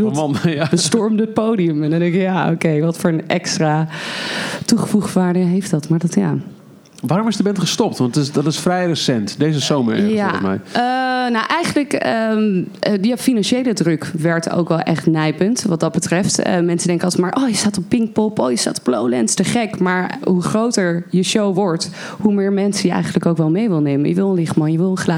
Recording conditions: busy venue